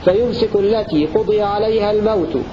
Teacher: قرأ حمزة والكسائي بضم القاف وكسر الضاد وتحريك الياء بالفتح قضية مبنيا للمفعول ورفع لفظ الموت نائب فاعل هكذا، فيمسك التي قضي عليها الموت هكذا يقرأ حمزة والكسائي.